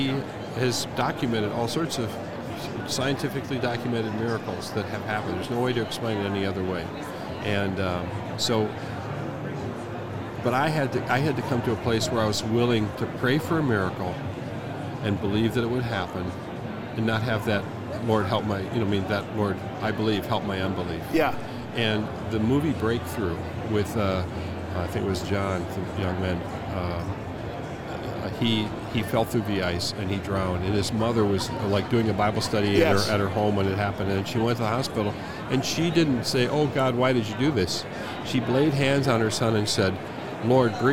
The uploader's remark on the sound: LIVE from NRB 2022!